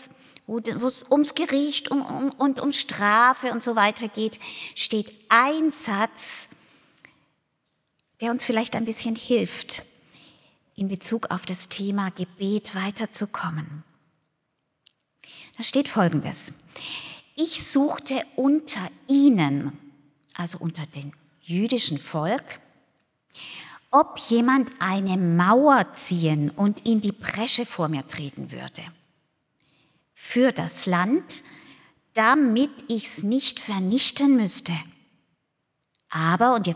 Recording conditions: large echoing room